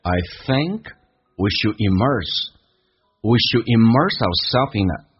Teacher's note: I 也不被强调，可以发成嘴型比较的小一点，近似于双元音发单元音这种感觉